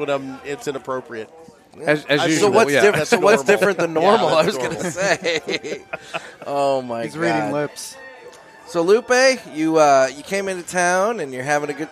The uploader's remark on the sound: Do a joint podcast from the second annual Rivermen Cigar Company Festival. We speak with a number of listeners.